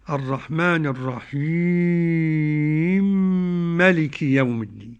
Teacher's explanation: إدغام مثلين كبير، لأن الميم الأولى محركة بالكسر والثانية محركة بالفتح